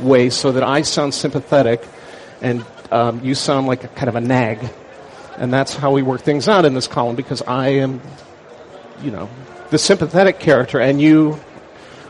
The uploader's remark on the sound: Mac 911 at Macworld Expo 2006. Session at the Macworld Expo Live booth.